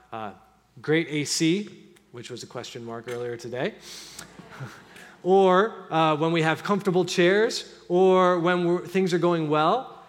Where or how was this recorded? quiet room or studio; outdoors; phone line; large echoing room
large echoing room